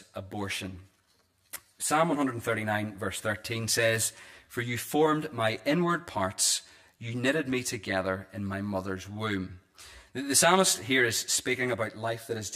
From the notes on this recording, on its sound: This is the recording of the Bible reading and sermon from our evening service on Sunday 21st January 2024.